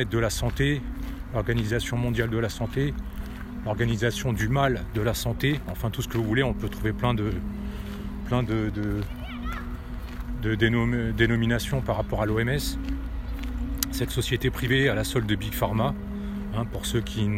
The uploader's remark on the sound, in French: Podcast partie 4 enregistré en extérieur.